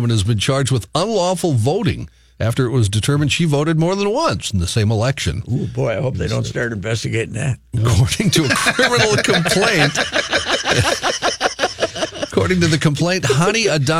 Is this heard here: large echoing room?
no